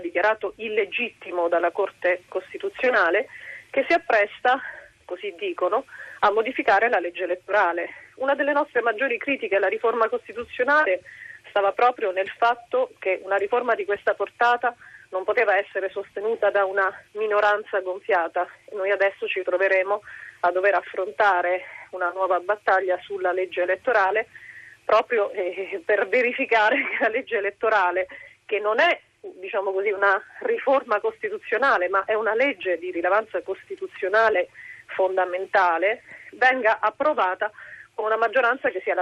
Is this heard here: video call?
no